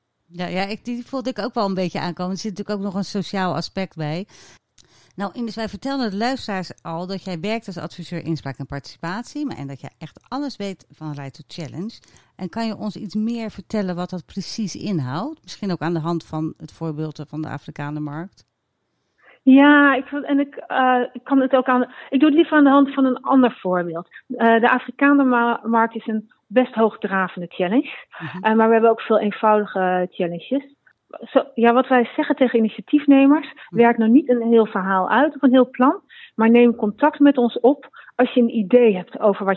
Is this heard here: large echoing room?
no